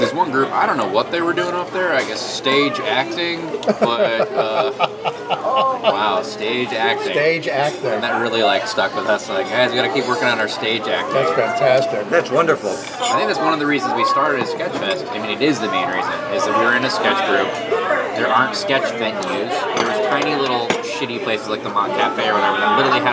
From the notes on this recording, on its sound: at Izzy’s Deli in Santa Monica